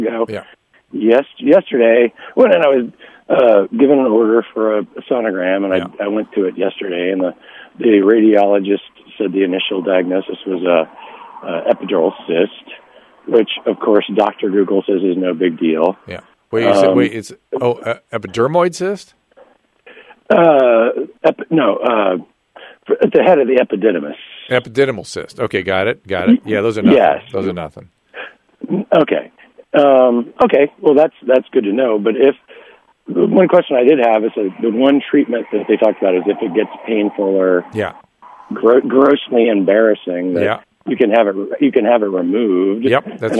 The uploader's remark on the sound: Listener Calls. Turns to the phones today and answers some listener questions.